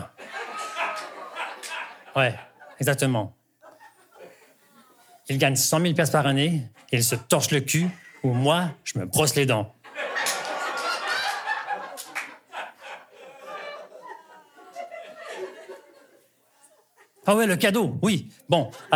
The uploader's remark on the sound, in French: Enregistré au Centre Phi le 9 décembre 2023